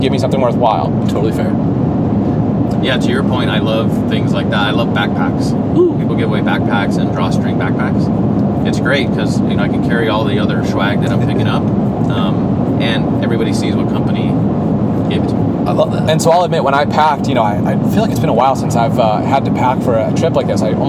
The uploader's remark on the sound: The guys hit the road and record on the way to CES!